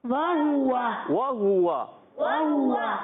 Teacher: وا ہوا وا ہوا وا ہوا کیونکہ واؤ ہے نا آخر میں بھی شروع میں اور ہا پر درمیان پیش آ گیا تو واؤ تو ہوتا ہی ہے ہونٹوں کی گولائی سے اور ہا پر پیش آنے کی وجہ سے بھی ہا میں ہونٹ گول ہو جائیں گے. تو آپ نے یاد رکھنا ہے تینوں کو ہم نے کھینچنا نہیں ہے کیونکہ حرکات ہے.